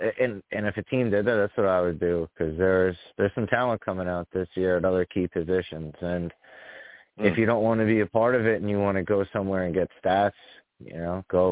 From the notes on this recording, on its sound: Live immediately after the Jets game against the Broncos, I sat down and discussed the game! The callers went crazy on this show and the takes were flying! I take live callers!